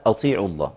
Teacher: عندنا الهمزة مرققة والطاء في أدنى المراتب مكسورة